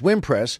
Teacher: it's actually pronounced with the accent on the first syllable